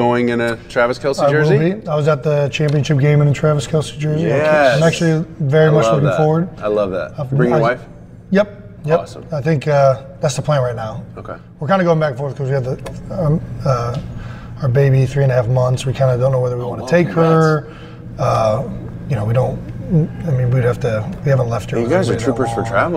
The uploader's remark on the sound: LIVE FROM THE PRO BOWL. Are in Orlando for the 2020 NFL Pro Bowl.